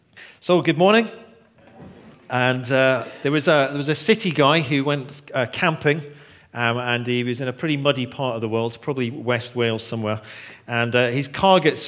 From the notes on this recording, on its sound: Recorded on 21st February 2016 at our Bournville gathering